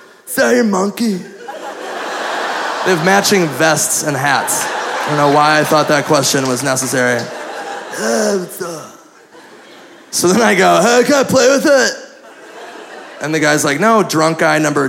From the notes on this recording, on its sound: Live recording from the 2013 Midwest Gaming Classic, as we’re joined by many of the folks that made the trip to Brookfield, WI.